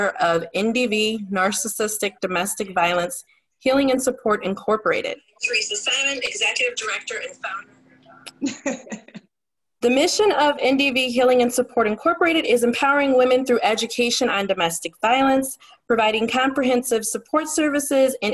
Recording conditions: video call